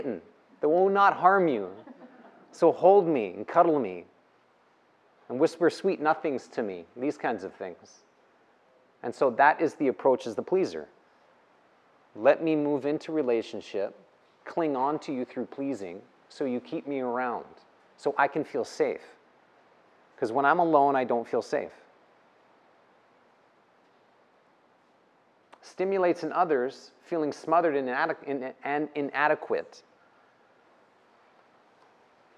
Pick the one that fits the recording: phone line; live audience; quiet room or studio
live audience